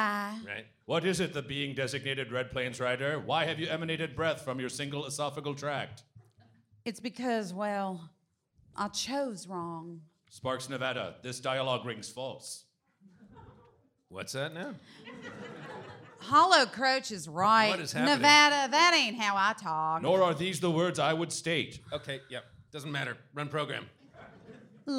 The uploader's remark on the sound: SF Sketchfest 2020. This episode recorded on January 17th 7pm at The Palace Theater.